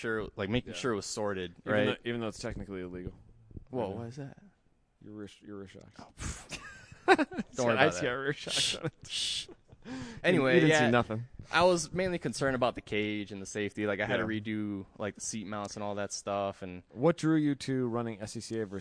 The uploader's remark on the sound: Post Race Paddock Podcast, live from Mid Ohio. Took the recording equipment with!